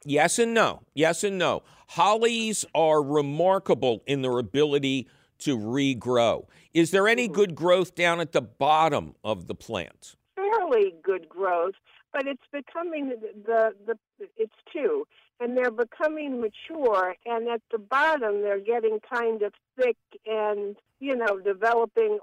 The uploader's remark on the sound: your running phone calls!